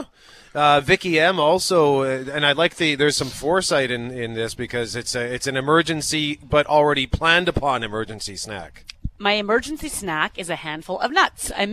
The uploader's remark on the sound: BROADCASTING LIVE AT CANADA LIFE CENTRE!